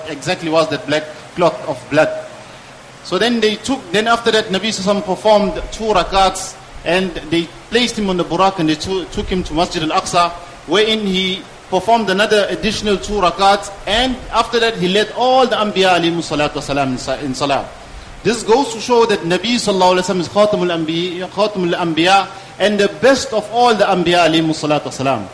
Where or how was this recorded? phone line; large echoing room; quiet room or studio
large echoing room